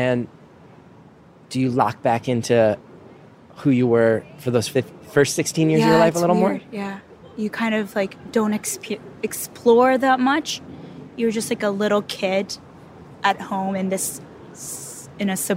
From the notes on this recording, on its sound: recorded this just outside of an acoustically perfect concert hall in a noisy Toronto park